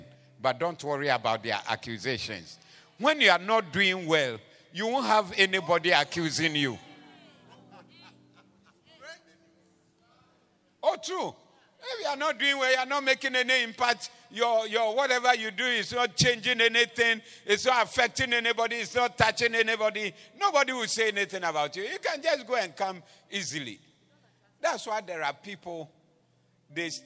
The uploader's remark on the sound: Preached at the Doxa Service